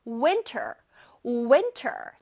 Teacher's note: W-I-N 부분을 조금 강세를 둬서 얘기해 볼게요.